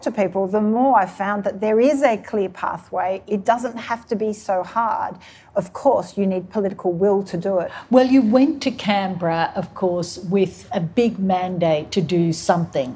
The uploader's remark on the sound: recorded live in conversation